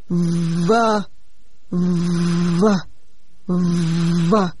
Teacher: Bạn đặt môi trẻ cùng vị trí như lúc thực hiện âm F. Môi dưới đặt bên trong, dưới hàm răng trên. Ở đây vấn đề là thêm cái rung của thanh quản. · Term: âm V